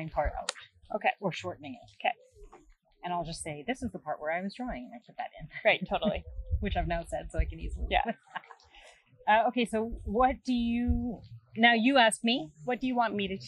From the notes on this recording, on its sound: Even though these is so much strange background noise in this podcast